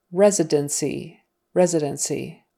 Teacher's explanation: That final E and NC, it's said more like a, a short I, like silver.